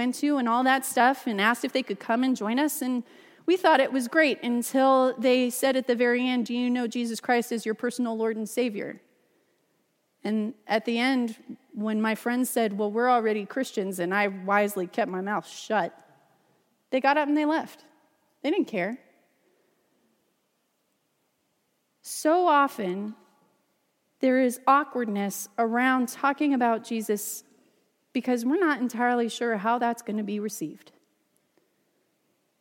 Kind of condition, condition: setting, large echoing room